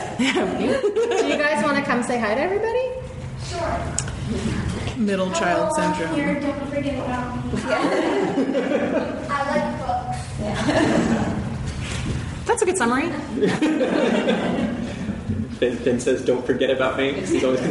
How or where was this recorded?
live audience